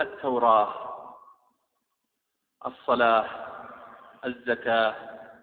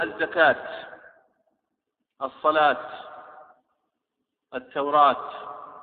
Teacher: تقف عليها بالهاء فتقول التوراة · Shown in: first take